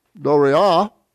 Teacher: the accents on the last syllable, which is the vowel at the end